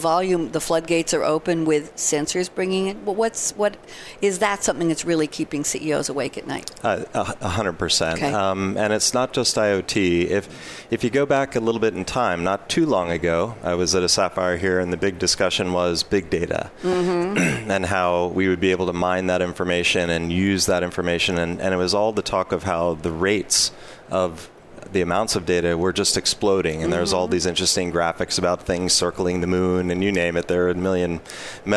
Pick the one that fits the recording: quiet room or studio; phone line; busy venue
busy venue